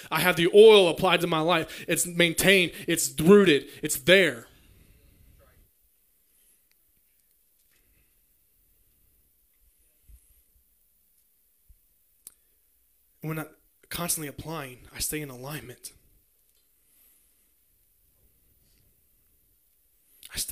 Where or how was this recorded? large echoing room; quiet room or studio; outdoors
large echoing room